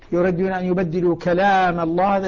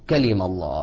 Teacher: بعدها بألف يريدون أن يبدلوا كلام الله ما عدا حمزة والكسائي حمزة والكسائي يقرأانها بكسر اللام دون ألف بالكسر والقصر · Shown in: second take